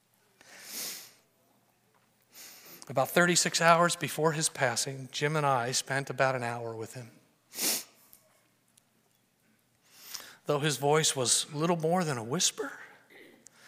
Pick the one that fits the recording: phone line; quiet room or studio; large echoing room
large echoing room